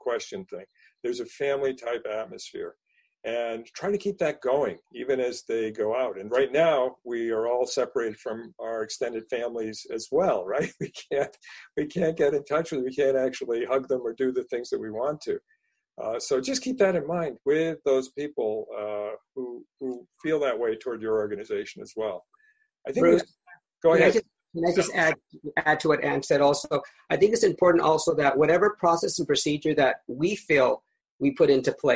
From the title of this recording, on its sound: BenchmarkPortal's Virtual Town Hall